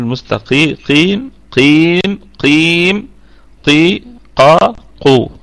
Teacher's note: القاف في أقل درجات التفخيم، ولا يجوز لنا بحال أن نقول أنها مرققة لأنها ليست من حروف الترقيق حتى وإن كانت مكسورة. يبقى نقول في أقل درجات التفخيم، ونخرجها من مخرج القاف كما هي، ولا نقول المستقيم لكن نقول المستقيم قيم قيم قي قا قو.